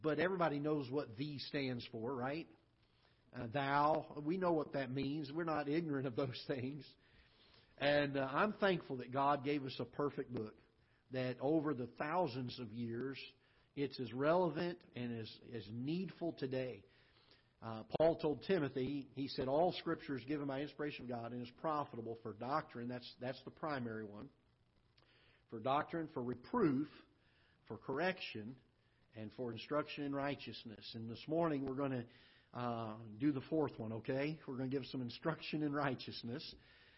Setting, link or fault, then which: setting, large echoing room